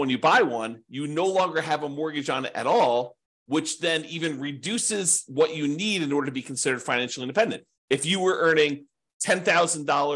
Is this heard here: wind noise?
no